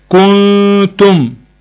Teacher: فضل شفايفه مضموعة واخد شكل الضمة مع اخراج الغنة